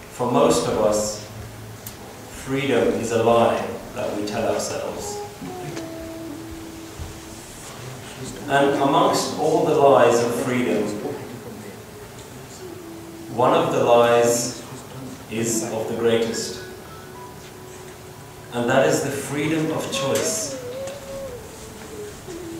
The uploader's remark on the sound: English Katha (Sikh Lecture) recorded on 26th May 2013 in Central Gurdwara, London, UK.